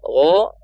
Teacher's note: Gho. Dia huruf isti'ala. Dibacanya tebal.